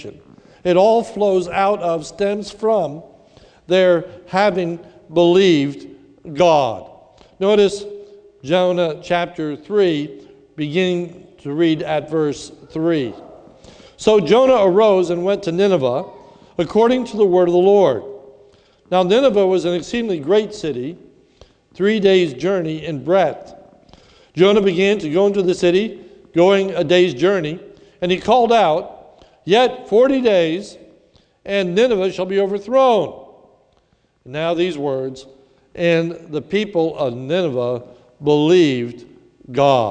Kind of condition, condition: setting, large echoing room